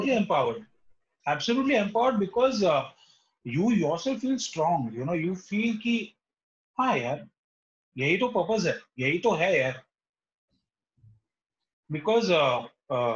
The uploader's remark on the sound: This is the audio part of a video chat.